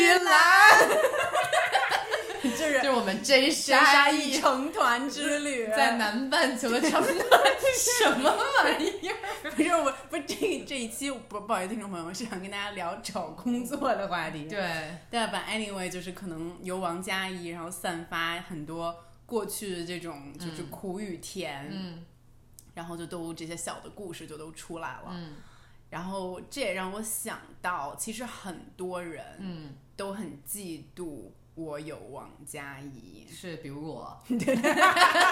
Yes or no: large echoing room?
no